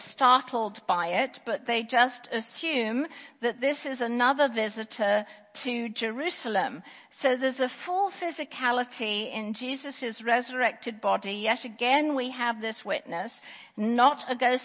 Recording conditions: large echoing room